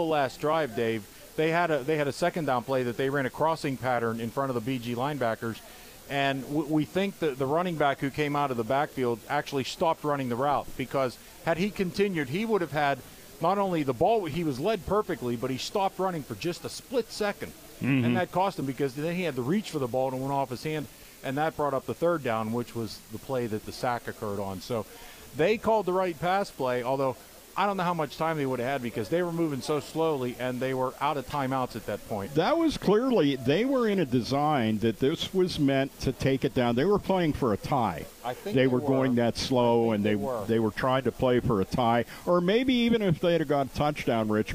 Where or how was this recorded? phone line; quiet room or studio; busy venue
busy venue